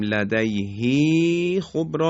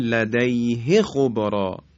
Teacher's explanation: هاء ضمیر رو چون مکسوره و قبلش هم به اصطلاح ساکن هست ما با یک ضرب میخونیم، دیگه ه رو نمیکشیم · Shown in: second take · Term: بلا اشباع